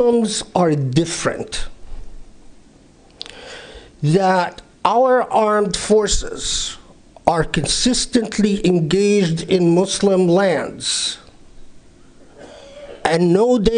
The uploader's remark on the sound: Delivered at the Islamic Center of Southern California, Los Angeles, 15 March 2019.